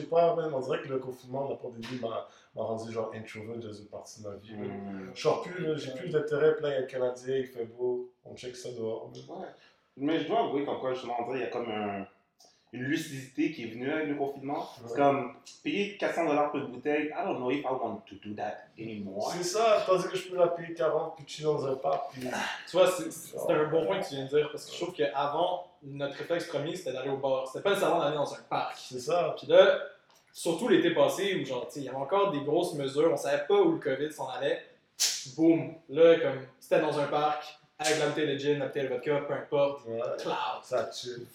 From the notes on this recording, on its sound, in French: Lors de l'enregistrement des deux premiers épisodes, nous avons eu quelques problèmes avec nos micros.